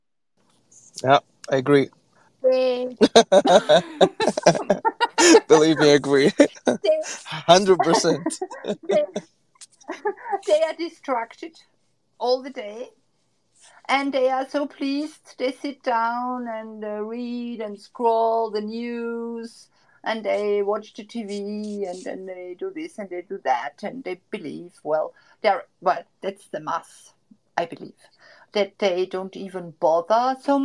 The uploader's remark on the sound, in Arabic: تسجيل لمساحة ابن رشد الأسبوعية على منصة تويتر